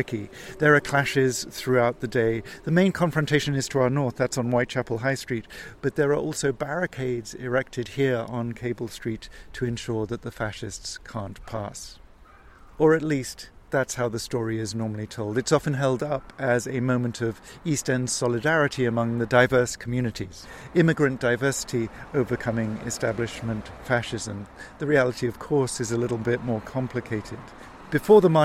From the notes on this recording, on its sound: We’re walking east from Tower Hill into Wapping, ending up next to St George’s Town Hall.